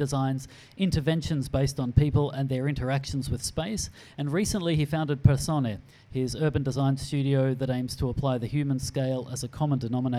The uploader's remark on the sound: Recorded before a live audience at the Lasvit Lounge in Hong Kong.